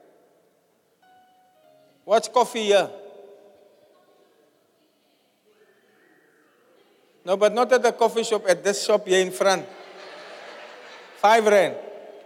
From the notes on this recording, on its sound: Preached at the Zion Sanctuary, Cape Town.